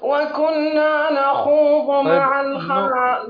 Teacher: فخم الخاء والمد ما لها علاقة بالشفتين، يعني الخاء فتمد لكن لا علاقة للشفتين، لا تحرك شفتينك أثناء المد.